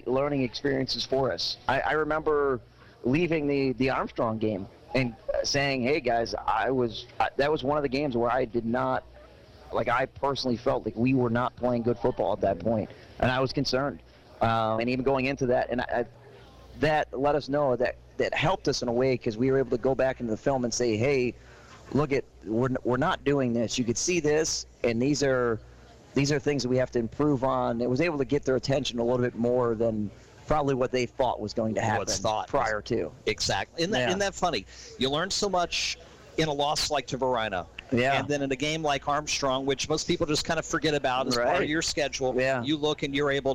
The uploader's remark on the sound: Live from Sports Page Grille in Ashland, heard live on 102.9 The Mater.